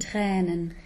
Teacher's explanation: the Tränen is just a pure open Ä